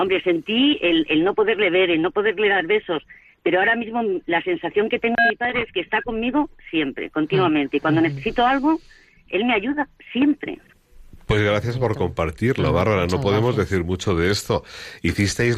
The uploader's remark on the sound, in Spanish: un programa especialmente compartido con nuestros oyentes con llamadas en directo